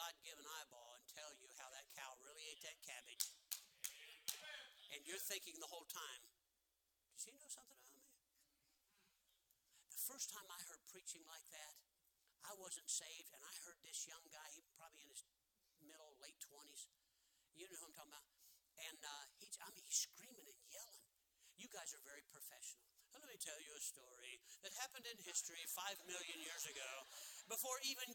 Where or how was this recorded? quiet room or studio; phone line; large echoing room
large echoing room